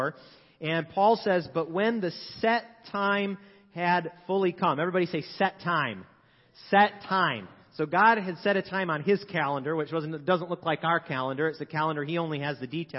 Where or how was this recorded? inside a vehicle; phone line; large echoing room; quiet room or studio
large echoing room